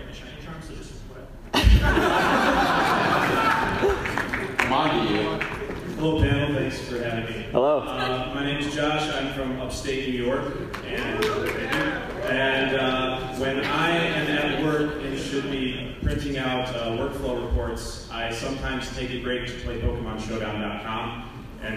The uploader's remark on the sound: Live from PAX East 2018. Presented at PAX East, the audience helps create a list of the best Pokémon and why. Due to this show being recorded live, the audio does not represent the full production of how ISE is normally recorded. This show did have audio issues and this was what was saved.